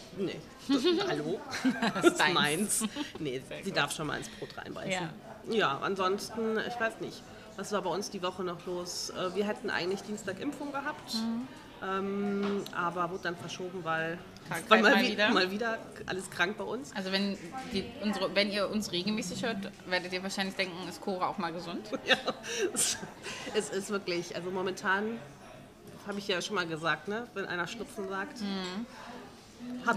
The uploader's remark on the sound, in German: Wir sitzen im Café und haben technische Schwierigkeiten galore.